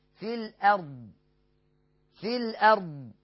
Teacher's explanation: همزة وصل ملغاة ولام قمرية مظهرة والهمزة مرققة بتاعت الأرض والضاد لا تقلقل، في الأرض، في الأرض، واضح؟